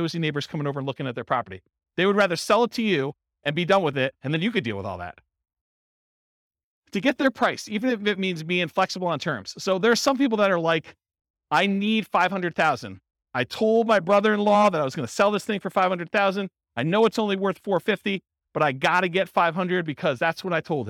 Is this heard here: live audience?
yes